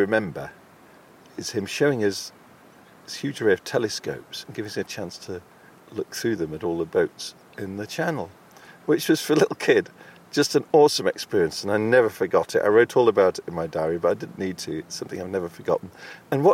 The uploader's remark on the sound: Exploring the wildlife and soundscapes of Start Point and Slapton Ley, both of which lie along the south coast of England, in the county of Devon. Start Point is one of the most exposed peninsulas on the English coast, whereas the nearby Slapton Ley is the largest natural lake in south-west England, and a National Nature Reserve.